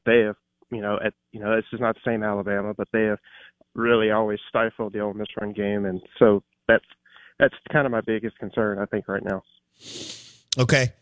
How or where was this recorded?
phone line